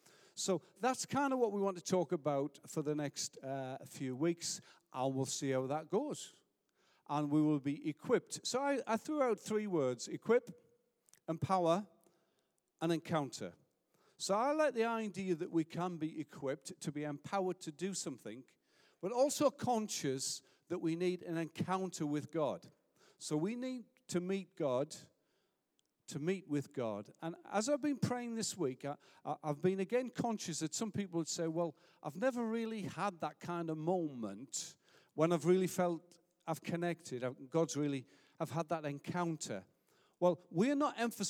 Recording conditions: large echoing room